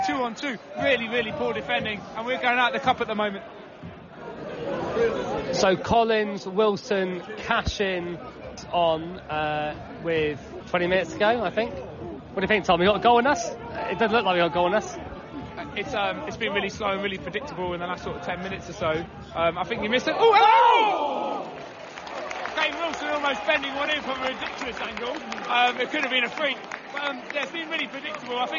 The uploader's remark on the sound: Recorded live from the away end. As Warne's Rams travel to Crewe Alexandra in the first round of the FA Cup.